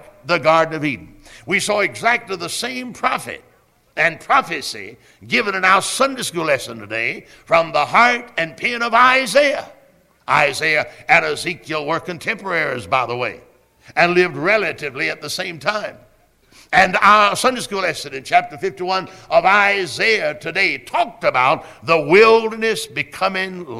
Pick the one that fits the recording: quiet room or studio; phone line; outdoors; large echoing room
large echoing room